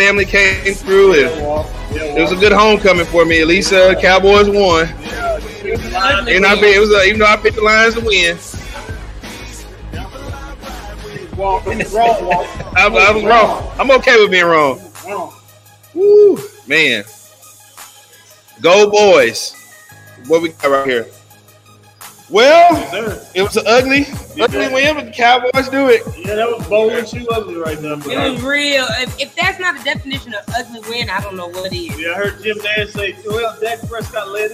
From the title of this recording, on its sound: Live from Winners Smokehouse